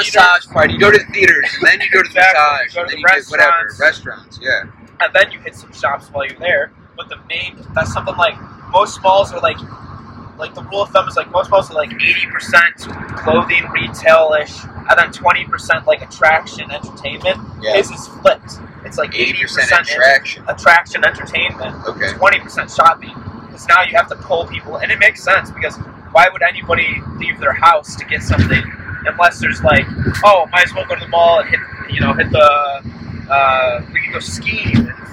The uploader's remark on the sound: We recorded this episode while on a road trip- sorry for the audio quality!